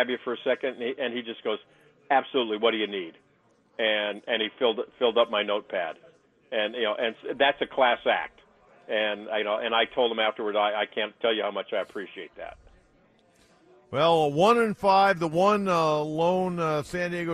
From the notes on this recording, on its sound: from media day at the 124th Army-Navy Game in Boston